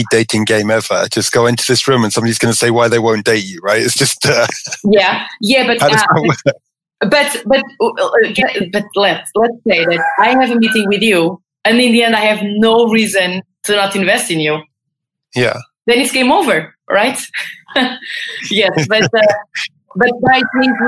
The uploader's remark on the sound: This episode was first recorded as a webinar in April 2020 and converted to a podcast.